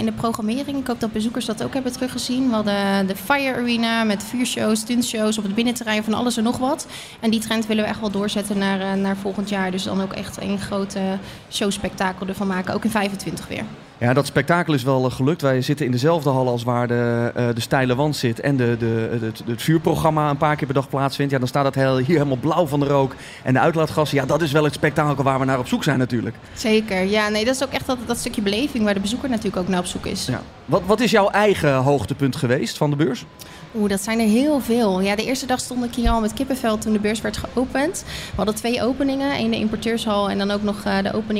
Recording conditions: busy venue